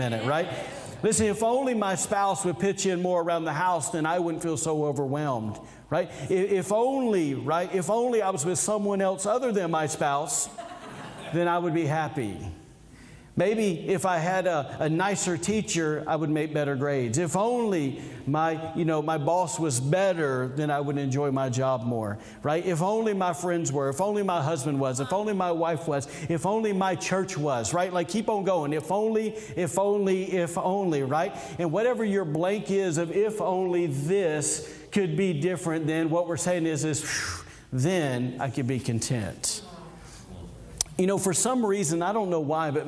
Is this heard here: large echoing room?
yes